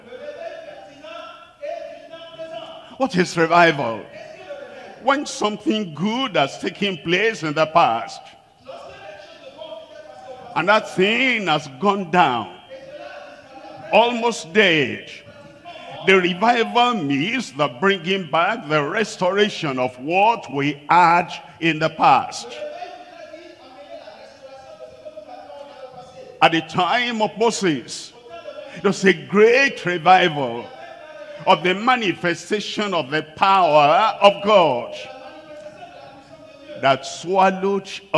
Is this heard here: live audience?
yes